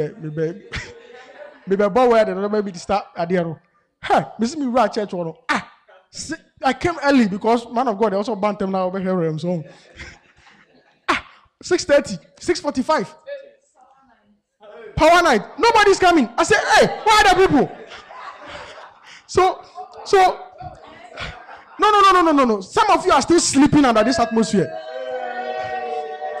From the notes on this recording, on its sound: Preached at the MANY ARE CALLED CAMP